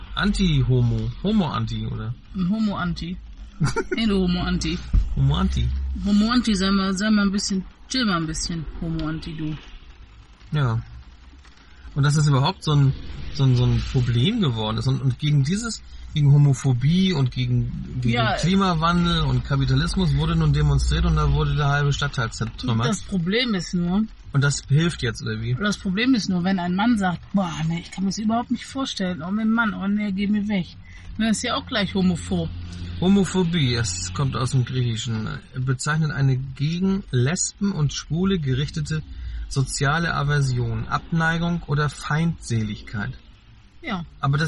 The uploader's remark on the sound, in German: An einer verregneten Samstag nach dem Wocheneinkauf haben wir die Gelegenheit genutzt und im Auto auf dem Parkplatz eine neue Samma-Folge aufgenommen. Es regnete und regnete und regnete... Verkehr und Regen sind deutlicher als erwartet zu hören.